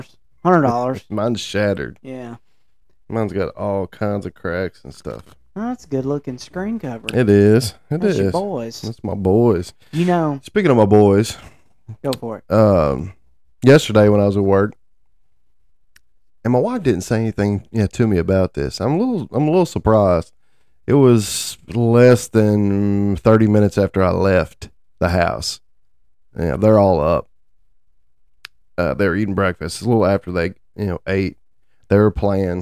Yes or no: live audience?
no